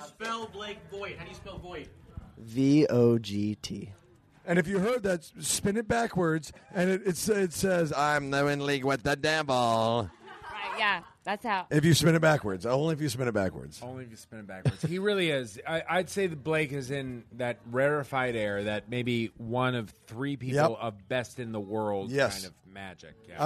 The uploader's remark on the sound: podcast live from the Big Slick charity weekend in Kansas City